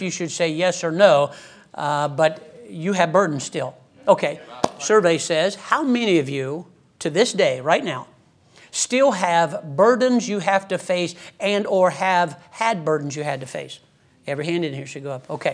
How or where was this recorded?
large echoing room